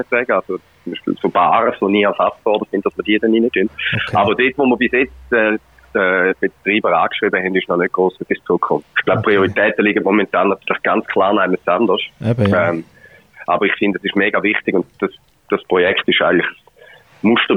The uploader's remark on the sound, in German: Die Spezialausgabe mit diversen Gästen am Telefon.